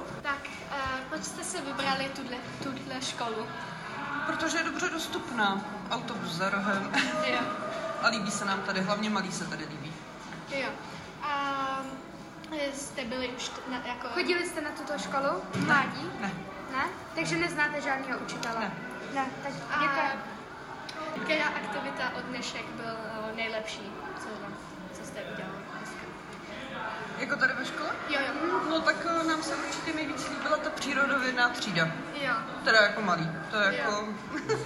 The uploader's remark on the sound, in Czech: live rozhovory s návštěvníky školy přímo v jejích prostorách